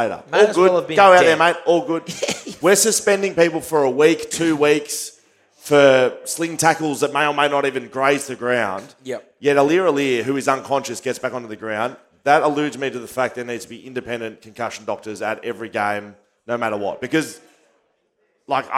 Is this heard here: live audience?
yes